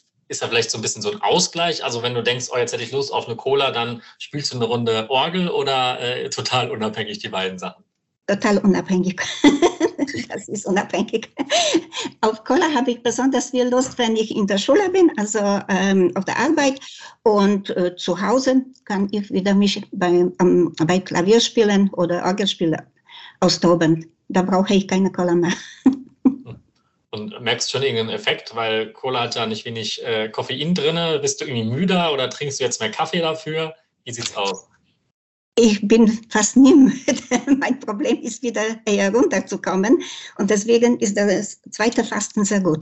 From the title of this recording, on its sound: Live Online Meeting